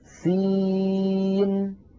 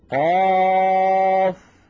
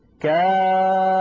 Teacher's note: كل واحد منها ينطق اسمه على ثلاثة أحرف، أوسطها حرف مد ويمد مدا لازما بمقدار ست حركات